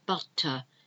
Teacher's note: I'm not pronouncing the R at the end